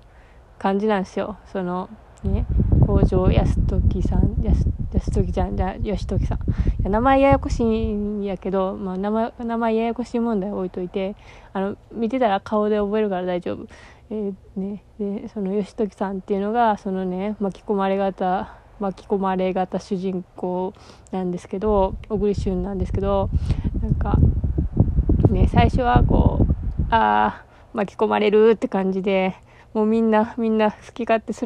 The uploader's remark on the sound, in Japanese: 扇風機の雑音注意